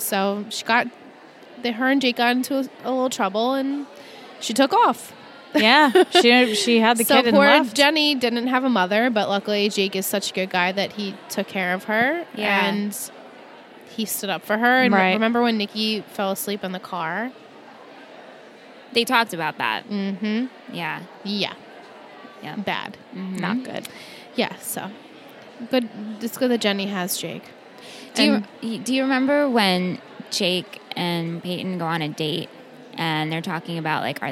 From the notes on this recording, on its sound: Recorded LIVE from TRIC.